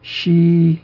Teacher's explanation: the word for emperor, Xi, which has an even pitch. Doesn't go up like the name of the current president of China in pitch.